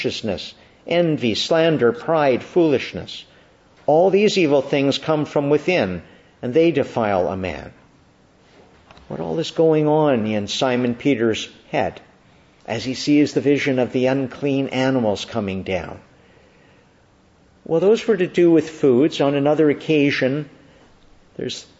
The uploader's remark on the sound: Evening Service. Preached in the Annunciation of the Blessed Virgin Mary, Ottawa, at Evening Prayer.